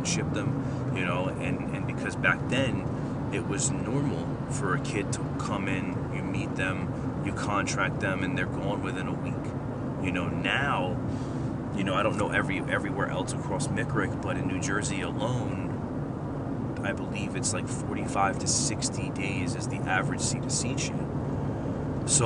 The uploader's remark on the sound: Please excuse the background noise.